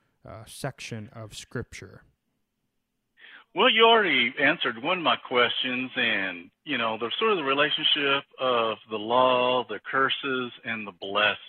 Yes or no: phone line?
yes